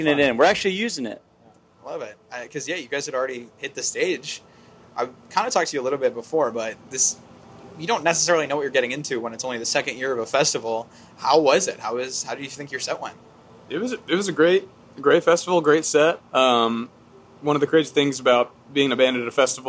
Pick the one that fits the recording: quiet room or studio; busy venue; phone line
busy venue